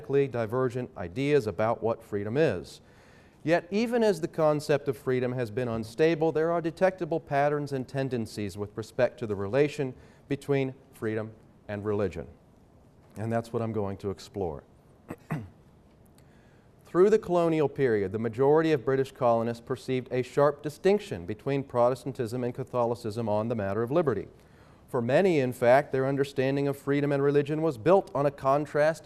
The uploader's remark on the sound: Talk was part of the Truth, Conscience, and Religious Freedom Conference, sponsored by the Veritas Center for Ethics in Public Life at Franciscan University of Steubenville.